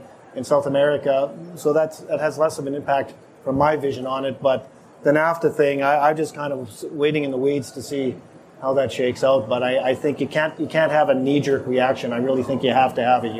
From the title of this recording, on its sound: LIVE! From the CPMA Trade Show Floor